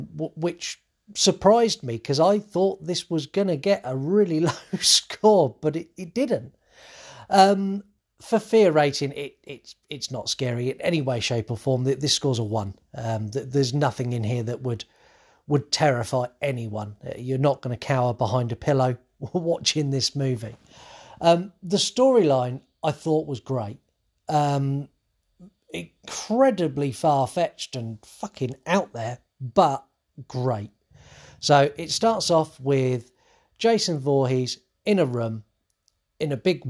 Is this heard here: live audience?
no